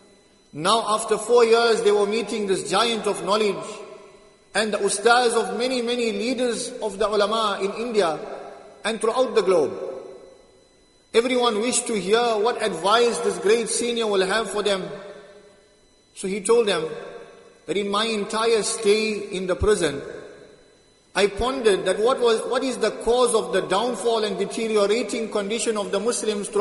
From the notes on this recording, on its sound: Jumuah lecture at Masjid ut Taqwa 13 Jan 2023